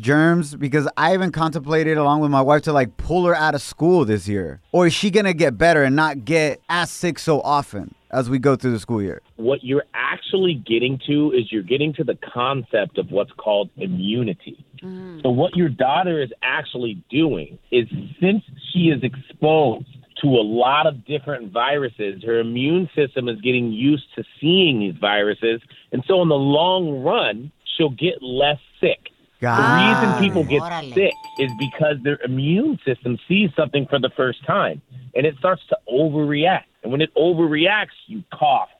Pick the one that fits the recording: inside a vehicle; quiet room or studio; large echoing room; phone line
phone line